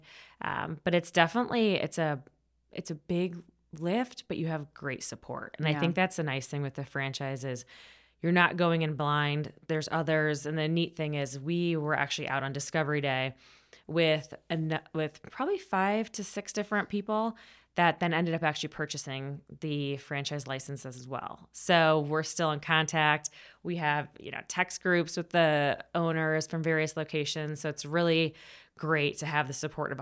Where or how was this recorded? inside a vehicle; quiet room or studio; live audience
quiet room or studio